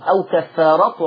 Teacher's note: لكن ورش حذف التنوين أو كفارة على طول وكسر الميم